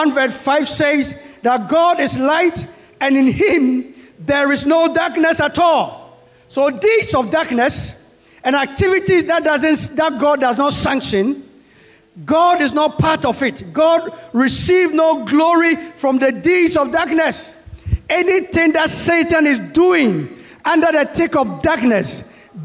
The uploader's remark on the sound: Sermon preached at CBC